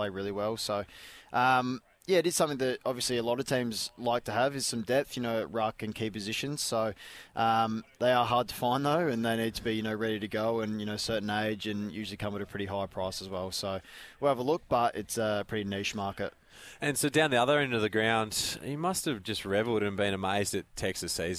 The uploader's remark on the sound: live from the grand opening of Tool Kit Depot Seaford